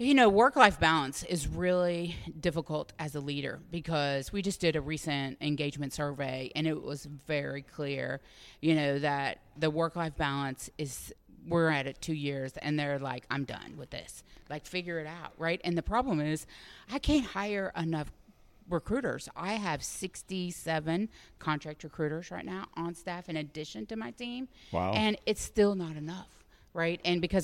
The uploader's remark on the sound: sat down with us at the ASHHRA (American Society for Healthcare Human Resources Administration) 2022 Annual Conference in Phoenix, Arizona.